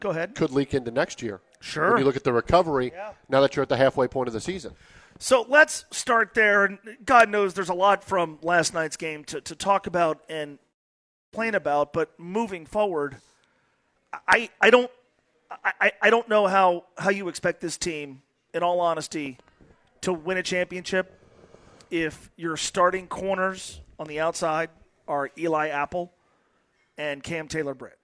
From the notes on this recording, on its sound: live from Twin Peaks in West Chester